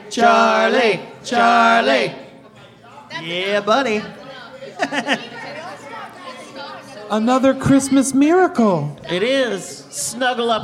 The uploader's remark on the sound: Live From Oak Road Brewery. Midnight Terrors went back to our favorite brewery, Oak Road Brewery, to do another live podcast event! We recorded two episodes in front our friends, family, and a great crowd of people at Oak Road! We teamed up with our audience.